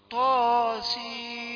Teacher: يعني لا تزد الطاء عن حركتي لأنها مادة طبيعية